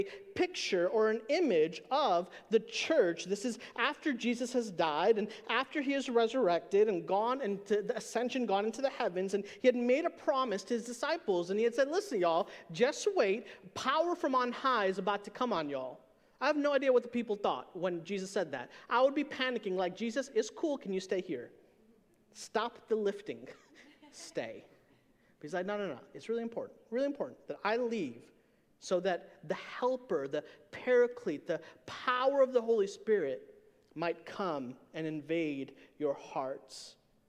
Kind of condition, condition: setting, large echoing room